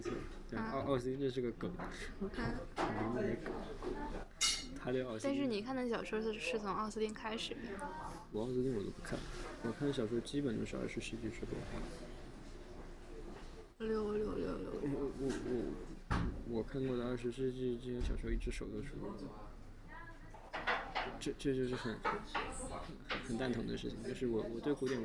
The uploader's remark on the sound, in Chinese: 本次录音是在一家咖啡馆进行的，录音时周围有着各色人等以及两台咖啡机和一台搅拌机，因此录音中时不时会传出原生态的声音，当然我们欢迎你把这当作某种真实感。此外，需要特别强调的是，（嘉宾）拍桌子的声音被削减到了原音量的百分之四十左右，不过如果戴了耳机，感受应该也很明显。